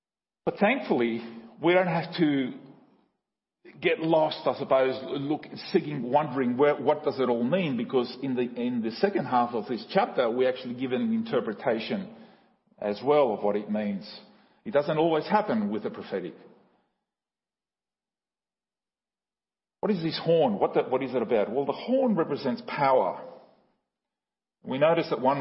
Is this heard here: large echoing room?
yes